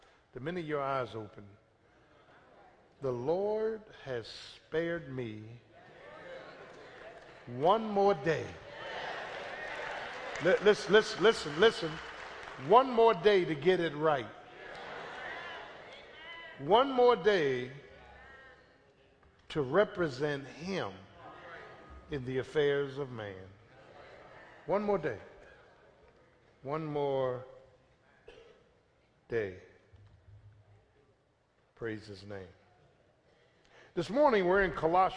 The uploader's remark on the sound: live, Communion Sunday